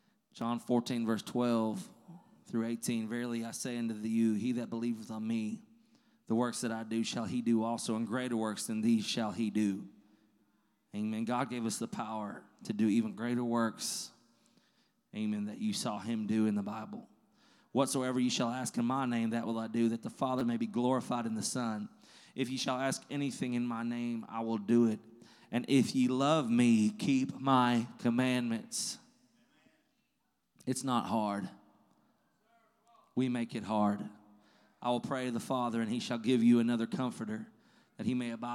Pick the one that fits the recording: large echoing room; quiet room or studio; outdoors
large echoing room